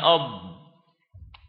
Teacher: وكذلك الجيم وما أصابها، والضاد وكيف انحرف مخرجها فصار الكثير يخرجها من أطراف اللسان مع الأسنان وليس من الحافة اليسرى للسان مع الأضراس